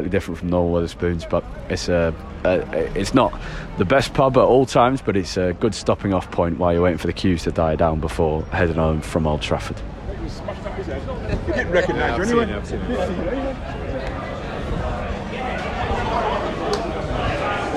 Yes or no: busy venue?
yes